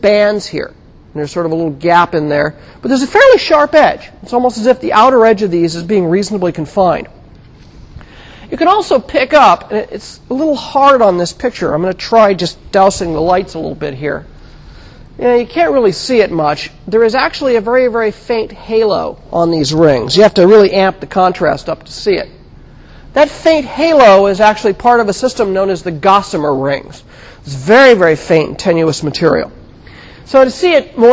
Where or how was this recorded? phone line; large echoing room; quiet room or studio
large echoing room